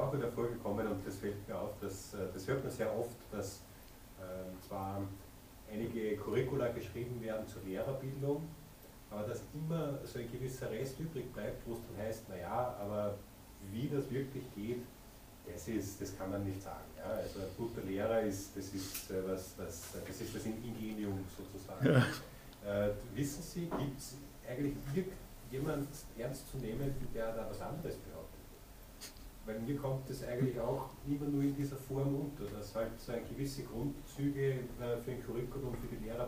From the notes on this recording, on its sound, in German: Vorlesungsmitschnitt